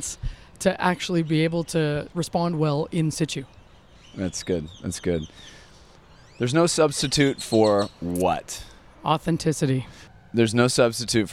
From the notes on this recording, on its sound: Our conversation, recorded during SXSW in the courtyard of a South Austin boutique (long story), is revealing.